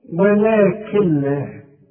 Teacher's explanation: كل نون بعدها لام ما تنطقهاش عند الوصل، اشبك الكاف مع اللام، شوف، ولكن لا، وكأن النون غير موجوده. · Term: ادغام كامل بدون غنه